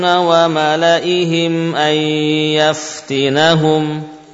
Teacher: ya hamzanya tidak panjang, ya-nya jangan dibaca.